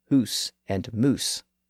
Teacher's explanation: speakers still pronounce words like house and mouse with their original Old English vowels, as hoose and moose